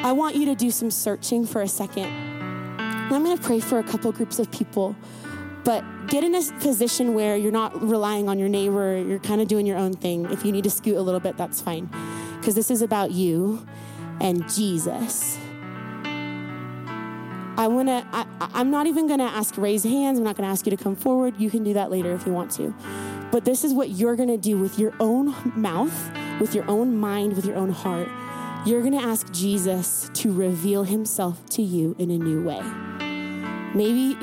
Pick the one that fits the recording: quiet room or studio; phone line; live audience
live audience